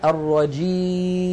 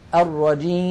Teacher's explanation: سددت الأنف الآن ولم يتغير الصوت، فنطقنا كان بياء صحيحة خالية من الغنة · Shown in: first take · أما لو قلنا الرجيم نلاحظ بأن الصوت يختل بسبب سد الأنف وفتحه.